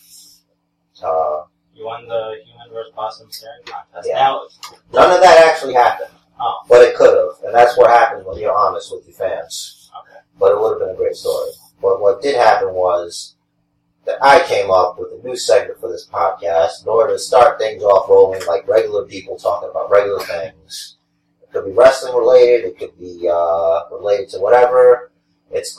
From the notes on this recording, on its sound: Oculus Rift gained sentience and decided to overtake recording duties from our standard equipment. We have some audio issues this week as well, and we apologize.